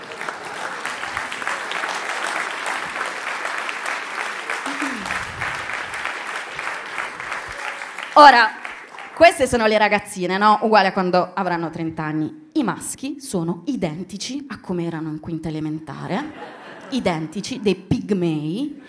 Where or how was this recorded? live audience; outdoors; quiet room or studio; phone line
live audience